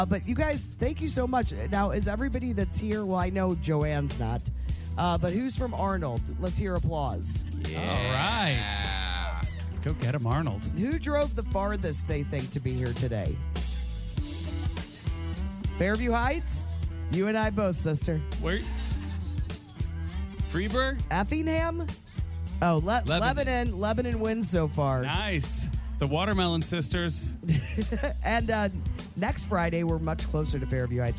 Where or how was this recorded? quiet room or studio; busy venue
busy venue